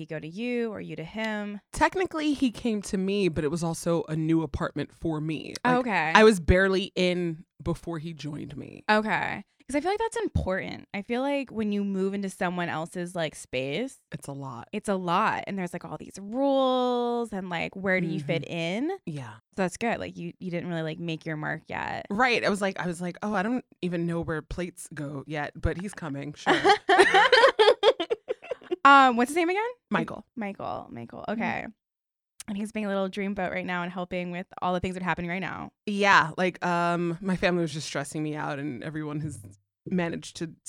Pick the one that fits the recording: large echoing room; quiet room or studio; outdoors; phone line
quiet room or studio